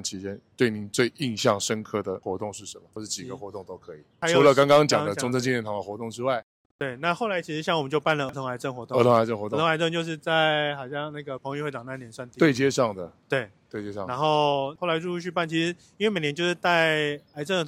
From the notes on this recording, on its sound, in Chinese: 在板橋火車站外面錄音